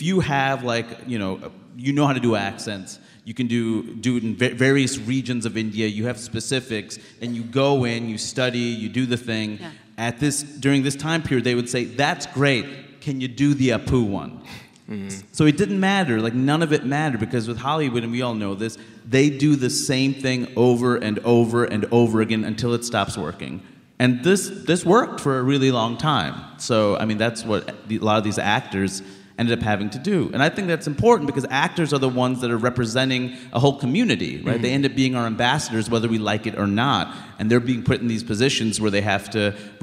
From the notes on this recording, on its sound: Live From Chicago.